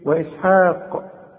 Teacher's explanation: إذا وقفت على كلمة إسحاق قلقل القاف